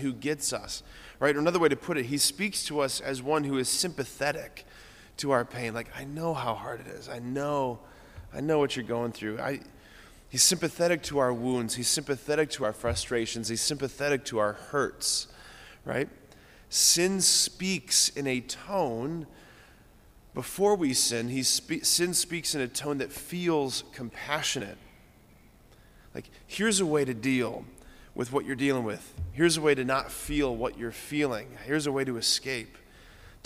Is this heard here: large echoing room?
yes